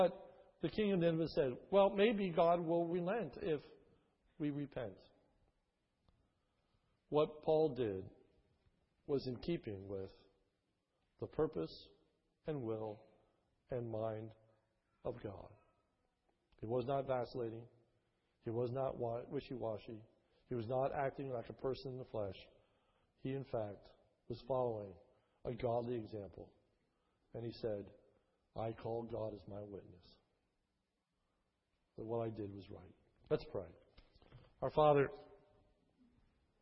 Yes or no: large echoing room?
yes